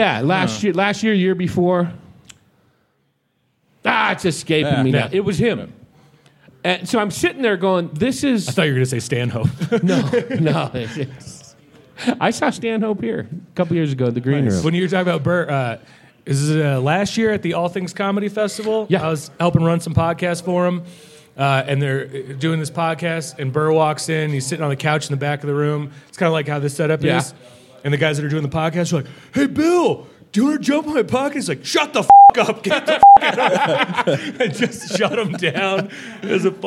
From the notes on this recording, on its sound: LIVE at the Green Room Flagstaff for The Big Pine Comedy Festival. Live From Big Pine. LIVE at the Green Room Flagstaff for The Big Pine Comedy Festival.